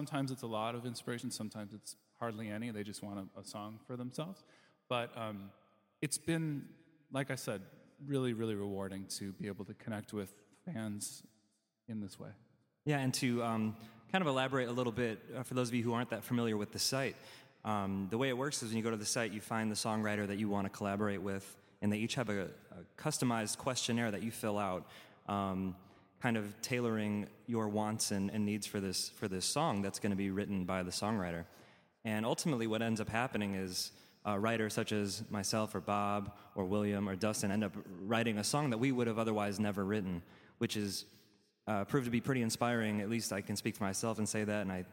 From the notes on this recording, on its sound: Recorded live at City Winery in Chicago, Dynasty Podcasts teams up with the Downwrite podcast for a live panel discussion.